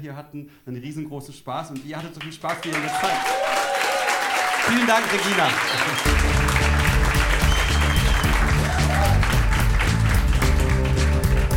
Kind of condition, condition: setting, live audience